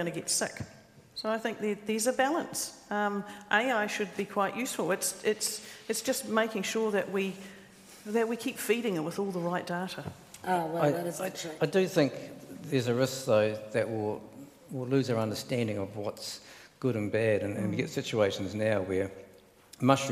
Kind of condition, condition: setting, live audience